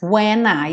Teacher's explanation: N, já vou juntar no I.